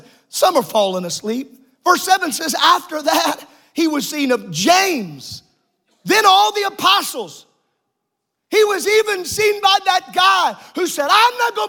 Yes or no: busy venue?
no